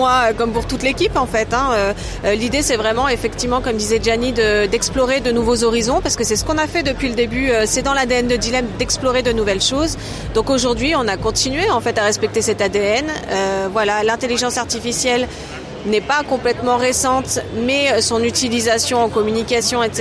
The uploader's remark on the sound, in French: Épisode 4 "en direct" du Silmo Paris 2023